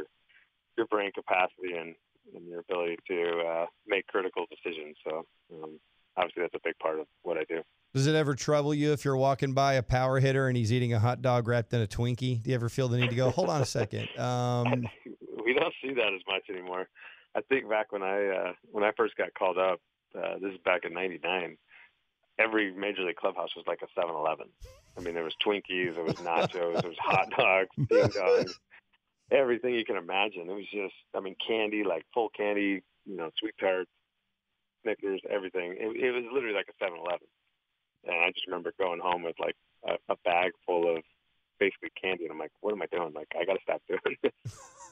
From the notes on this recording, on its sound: called in to the … and … show.